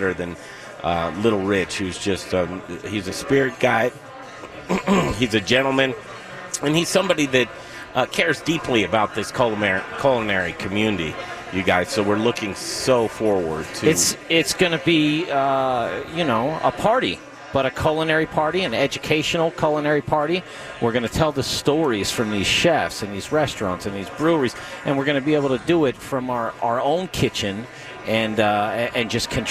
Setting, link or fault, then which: setting, busy venue